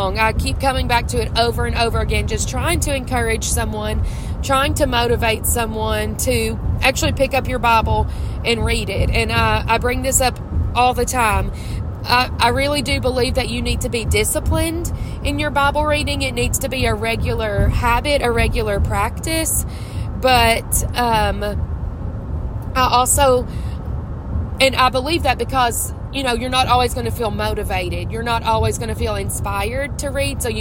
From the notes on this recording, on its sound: I’m on the road home from church in Mississippi. Recording from my car.